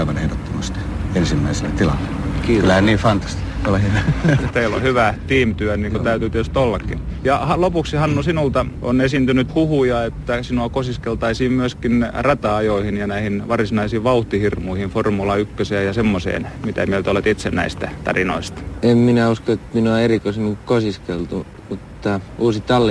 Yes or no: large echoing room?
no